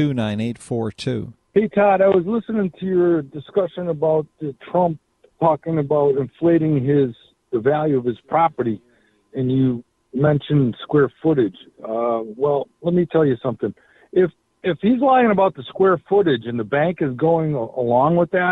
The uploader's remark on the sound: we take phone calls - for the entire hour!